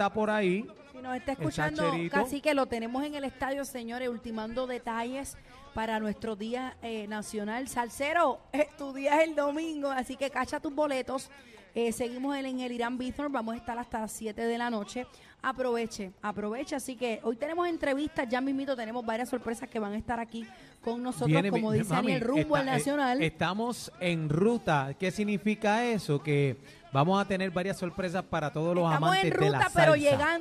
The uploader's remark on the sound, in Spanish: Bienvenidos a La Manada desde el Estadio Hiram Bithorn